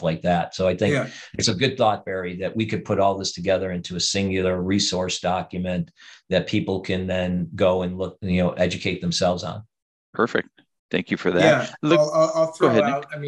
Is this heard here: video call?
yes